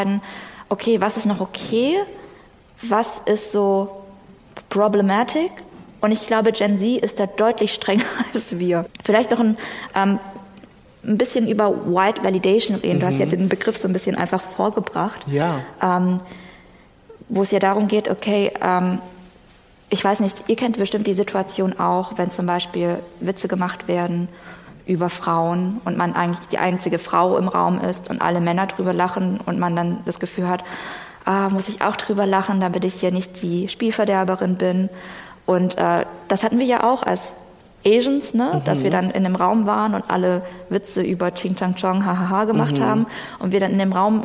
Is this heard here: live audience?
yes